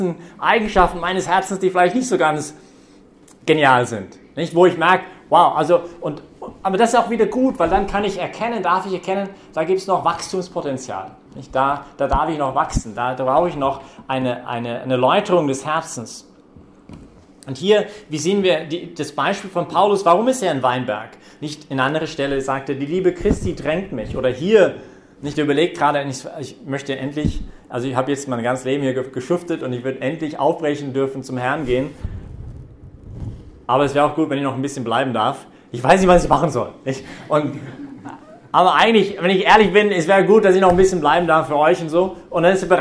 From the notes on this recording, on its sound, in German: Predigt während der BeFree Messe. Im Zentrum Johannes Paul II.